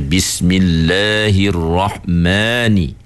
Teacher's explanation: Kita sebut ma, mim atas ma kan. Ada dengung tu, cuma nisbah dengung tu sikit.